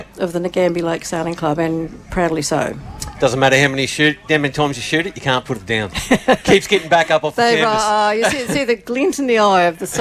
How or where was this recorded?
outdoors